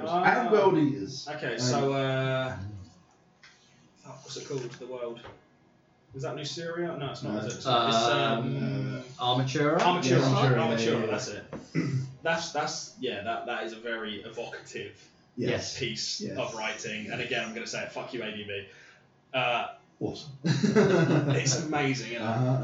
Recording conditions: poor sound quality